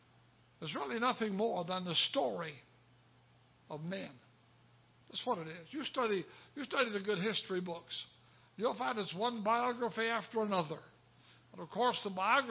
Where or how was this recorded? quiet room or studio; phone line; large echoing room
large echoing room